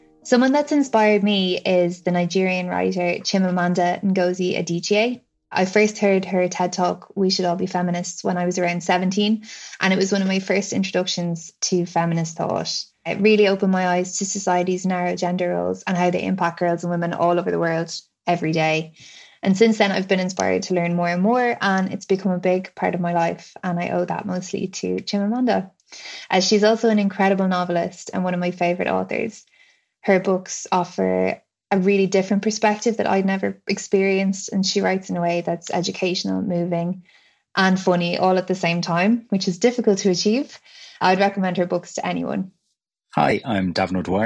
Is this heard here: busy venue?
no